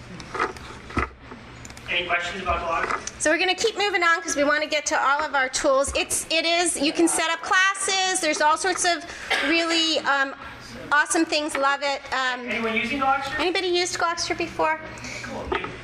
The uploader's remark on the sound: A recording of a live event from a presentation. At Temple University.